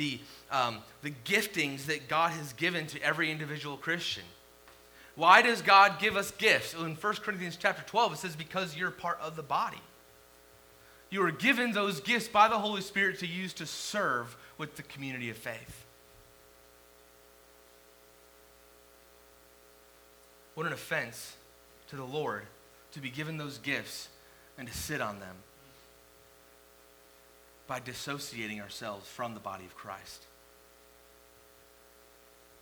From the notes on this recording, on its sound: The sermon audio ends abruptly. The sermon was given at the beginning of the service, followed by a baptism.